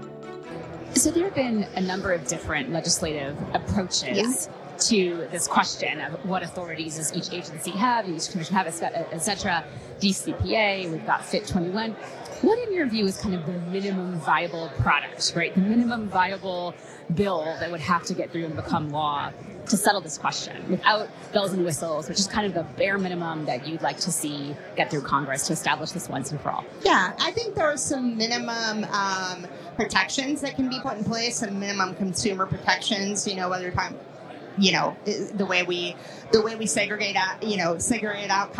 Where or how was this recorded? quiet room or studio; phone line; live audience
live audience